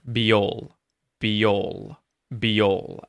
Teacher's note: We link them with that Y sound.